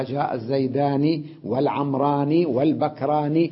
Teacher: إذا وصلت تكون نون المثنى مكسورة، تمام، بعد الألف إذا كان مرفوعا، ومكسورة بعد الياء إذا كان منصوبا أو مجرورا.